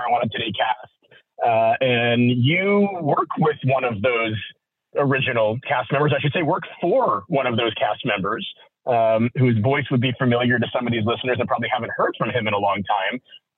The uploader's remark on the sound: Our first ever surprise call-in where a special guest phoned into our recording.